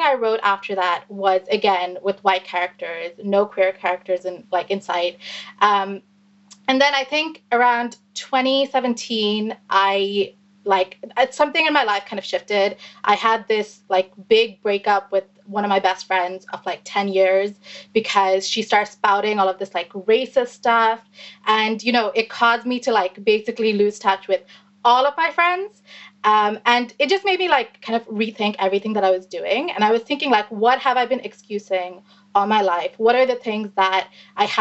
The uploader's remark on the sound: A Mighty Blaze Panel. This conversation was held as part of A Mighty Blaze ’s YA Weekend. The Zoom video of this panel.